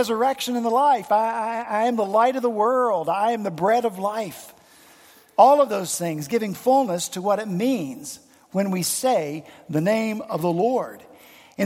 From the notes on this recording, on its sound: at Redeemer Presbyterian Church in Charleston, SC